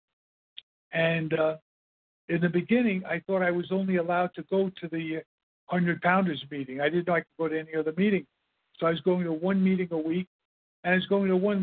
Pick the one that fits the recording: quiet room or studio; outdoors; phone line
phone line